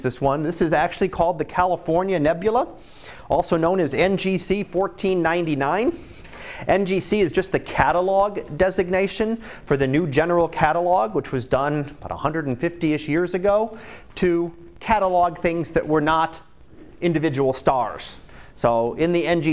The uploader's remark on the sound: Live Class Lecture